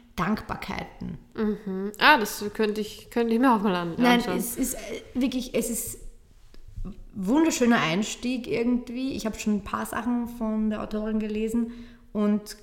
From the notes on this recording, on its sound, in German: Der Sound ist dank Umzug etwas hallig aber daran wird gearbeitet!